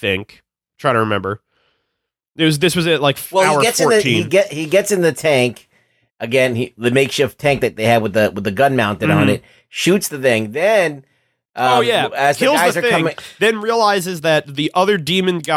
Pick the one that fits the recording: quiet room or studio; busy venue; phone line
quiet room or studio